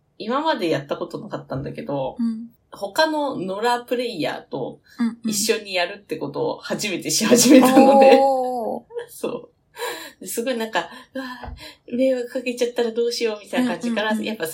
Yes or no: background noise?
yes